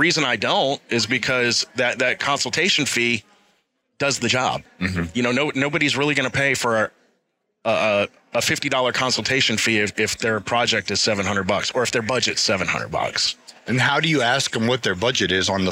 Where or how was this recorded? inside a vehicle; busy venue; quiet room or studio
busy venue